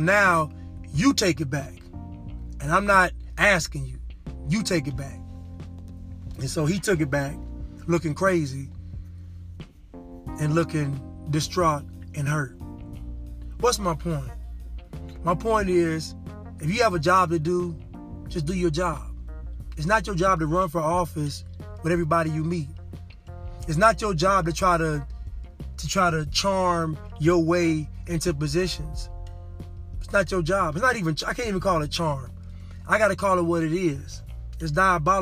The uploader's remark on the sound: Casting from the car...again.